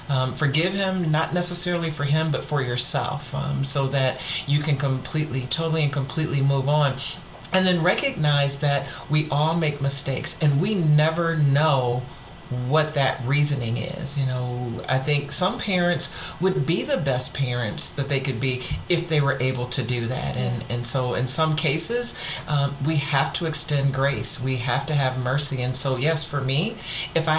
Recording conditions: background noise